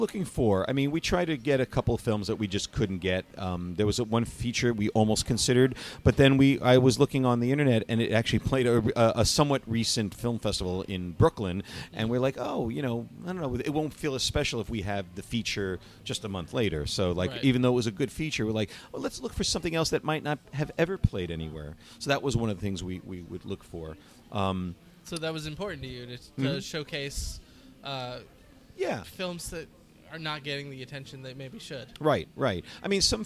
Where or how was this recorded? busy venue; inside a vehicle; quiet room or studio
busy venue